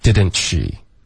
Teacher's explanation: didn't 跟 she 呢又变音， didn't she 有一个去的音